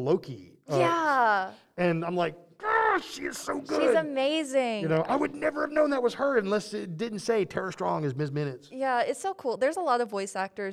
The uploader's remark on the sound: Talks on site at I2E2. Here in Florence!